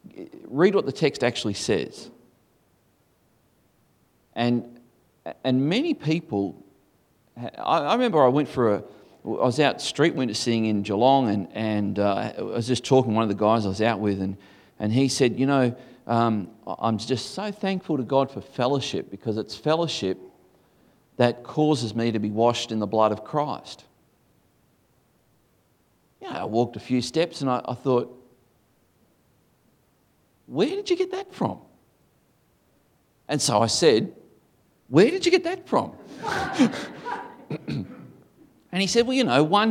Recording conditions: live audience